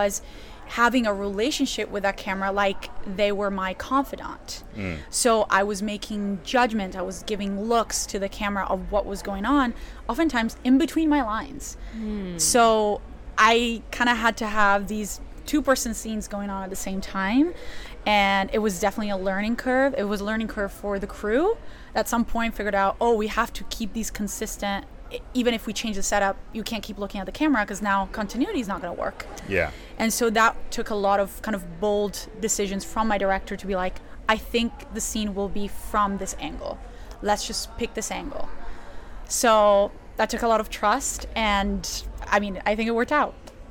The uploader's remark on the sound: HollyShorts LIVE. We are live, on-location at the TCL Chinese Theatre for the 19th annual Oscar Qualifying HollyShorts Film Festival , as the official podcast partner.